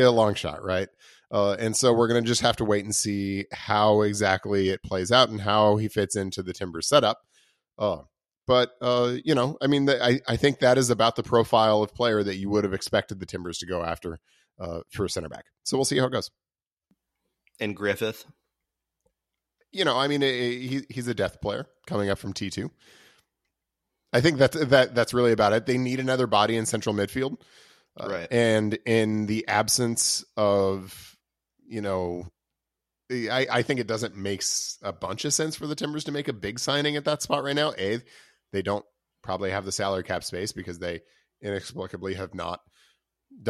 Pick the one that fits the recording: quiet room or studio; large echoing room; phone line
quiet room or studio